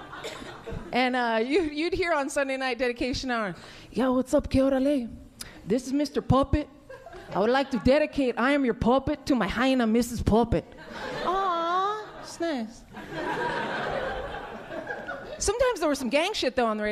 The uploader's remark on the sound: Stand Up Comedy Gotham Comedy Live